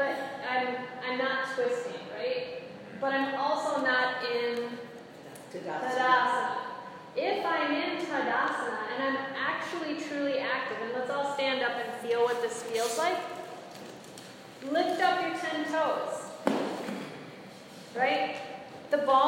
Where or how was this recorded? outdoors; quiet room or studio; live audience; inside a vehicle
live audience